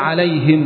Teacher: فنقول له أخرج الهاء، الهاء مخرجها منين؟ من أقصى الحلق. تقول مثلا عليهم، فهو يقول عليهم.